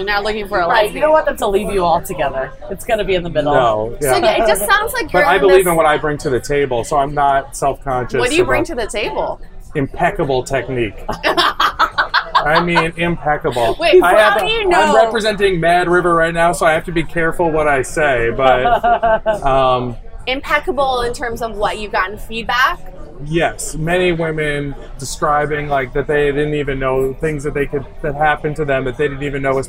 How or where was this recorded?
busy venue